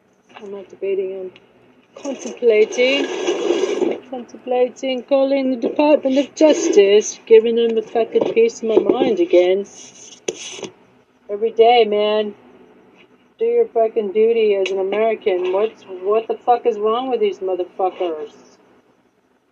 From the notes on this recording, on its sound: PHONE CALL TO THE DEPARTMENT OF JUSTICE STATING MY DEMANDS.